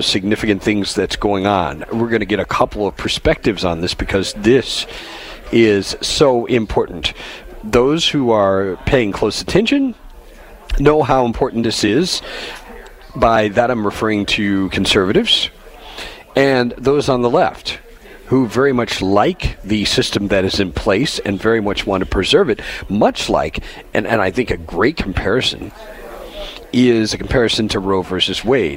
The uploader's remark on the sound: Live From The 32nd Annual Union County Crime Stoppers BBQ. Live from the Union County Agricultural Center for the 32nd Annual Union County Crime Stoppers BBQ.